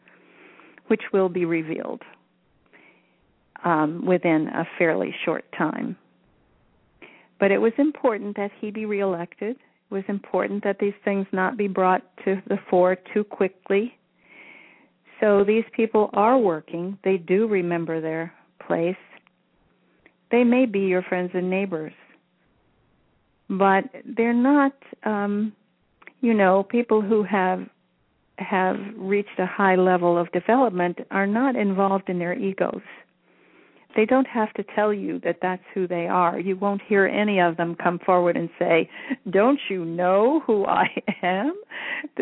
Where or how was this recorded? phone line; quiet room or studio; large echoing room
phone line